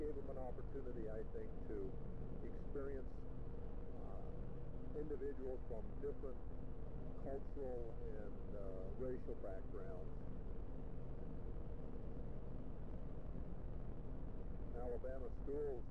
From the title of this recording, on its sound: Driving home from work